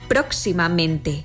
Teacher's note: en próximamente, donde se pronuncian con más fuerza las sílabas pro y men